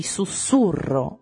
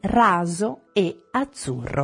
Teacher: può avere il suono sordo aspro di sussurro o di mazzo e quello sonoro e dolce di raso e azzurro